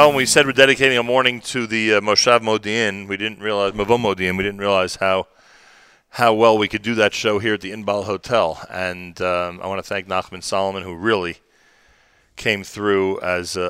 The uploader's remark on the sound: Live from The Inbal Jerusalem Hotel